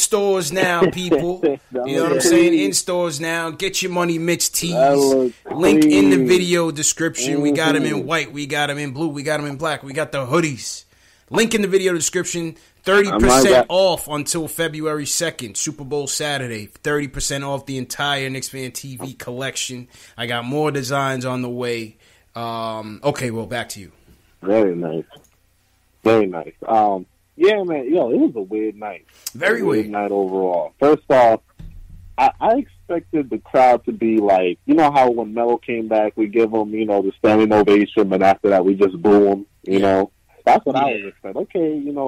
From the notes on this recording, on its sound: take live phone calls from fans around the world